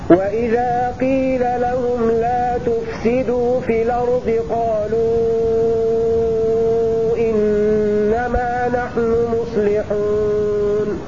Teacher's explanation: رواية ورش بالمد المشبع مع النقل